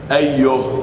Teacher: فتقف عليها بالهاء وليس بالألف